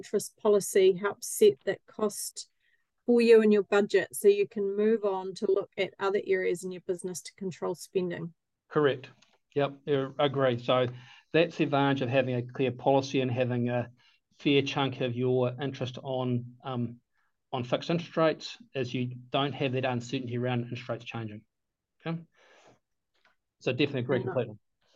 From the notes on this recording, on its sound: Recorded on the second Beef + Lamb New Zealand ‘Sow, Grow, Thrive’ webinar, 18 September 2023